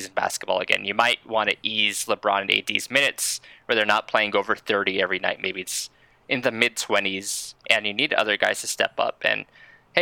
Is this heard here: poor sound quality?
no